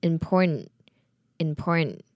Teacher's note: 在美式发音当中会习惯把 important 这个 tent 省略成一个 n 的感觉